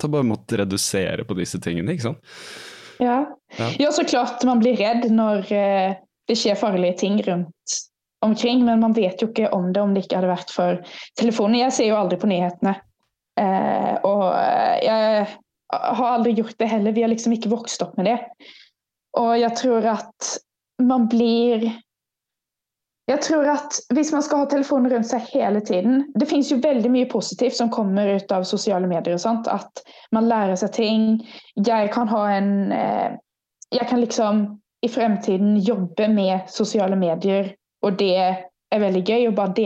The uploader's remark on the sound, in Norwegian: på Zoom fra sin hybel i Sverige